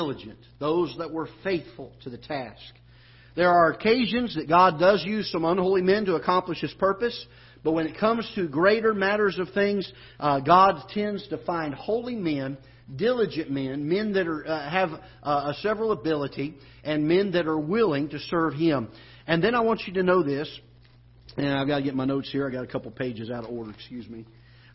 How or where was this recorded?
large echoing room